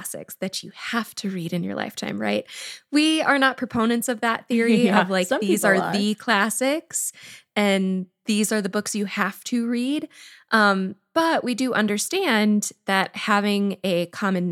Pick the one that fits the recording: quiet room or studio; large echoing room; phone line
quiet room or studio